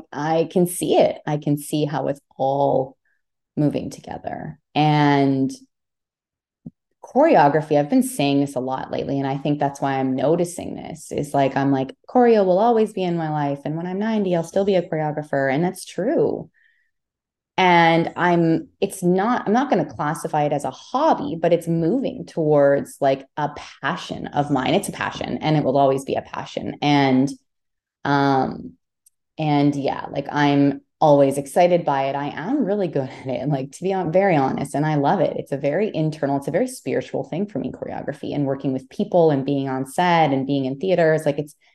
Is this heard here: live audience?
no